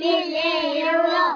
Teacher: ألف وسط في وسط الكلام لا ينطق لام شمسية مضغمة لا تنطق راء شدة وفتحة مفخمة